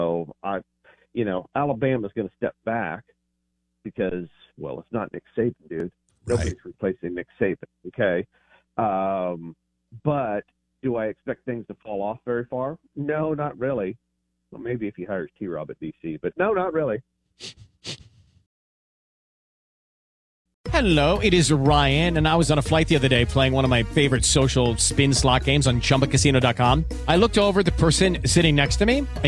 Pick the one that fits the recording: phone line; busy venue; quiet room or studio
phone line